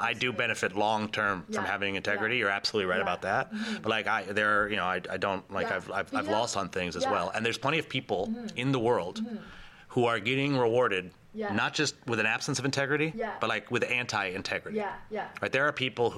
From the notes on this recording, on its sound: set up a recording booth in the lobby at this year's Nexus Global Summit 2018